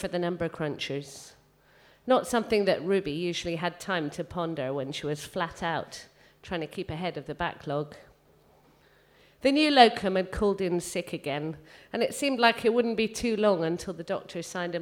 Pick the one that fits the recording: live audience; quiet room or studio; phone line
live audience